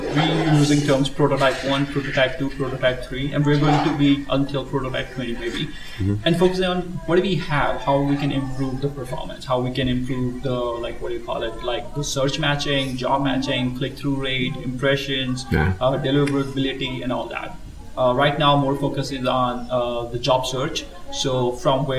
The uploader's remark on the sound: Live from SHRM Talent in Las Vegas